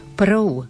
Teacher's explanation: Prv, tu si musíme dať pozor a naozaj musí zaznieť U na konci slova, v žiadnom prípade nie prv.